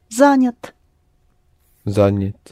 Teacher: it's not accented, so you go past it quickly. You don't notice it's Я, it's somewhere in between. Занят. Занят.